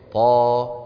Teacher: طا طبيعي بمقدار حركتين · Term: مد طبيعي